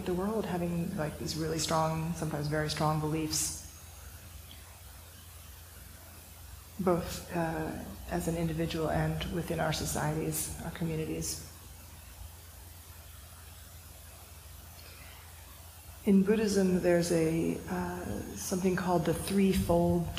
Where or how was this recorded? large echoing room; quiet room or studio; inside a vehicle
large echoing room